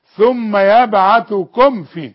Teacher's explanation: اذا كل ميم في المصحف عليها السكون بعدها حرف يبدأ، كلمة تبدأ بالفاء، اوعى تغني الميم دي ابدا، اسمها ميم اظهار، نظهر قوي. ثم يبعثكم في.